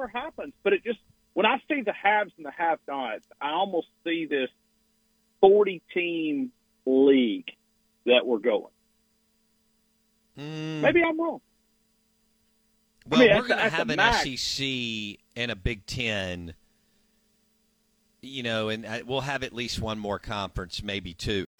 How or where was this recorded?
phone line